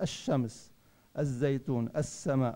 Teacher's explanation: اللام التعريف ادغمت بالحرف، ما عدنا نلفظ اللام وشددنا الحرف · Term: حرف شمسي